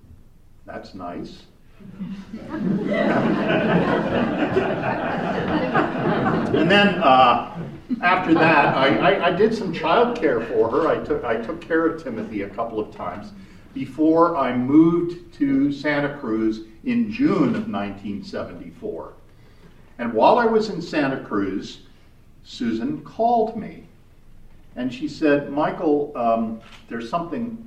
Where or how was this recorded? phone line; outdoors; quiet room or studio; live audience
live audience